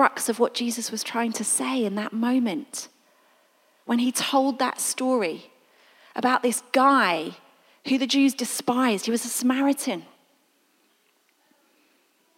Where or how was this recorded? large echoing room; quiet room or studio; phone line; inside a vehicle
large echoing room